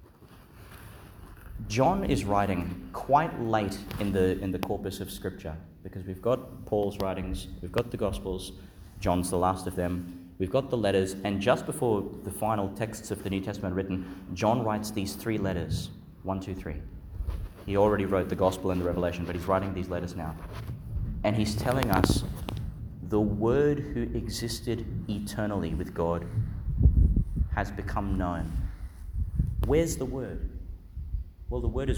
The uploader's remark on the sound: Homily for the Feast of Saint John, Apostles, Evangelist (Tuesday in the Christmas Octave), delivered at Our Lady Star of the Sea Church, Gladstone, Qld.